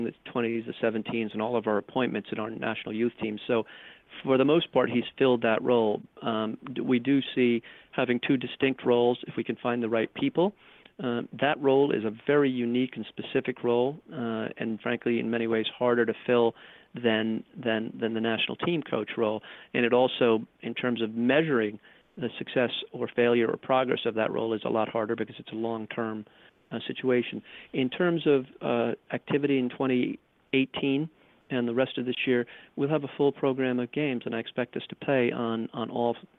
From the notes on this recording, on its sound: later in the show you can hear the full conference call.